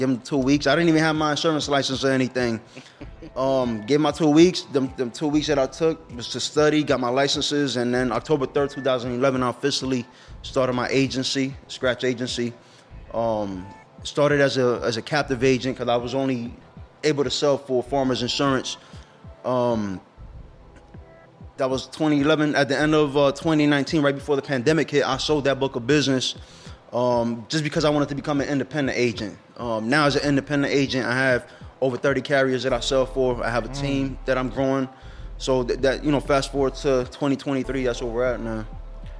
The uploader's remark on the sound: Empower 610 Episodes recorded at La Vida Cafe.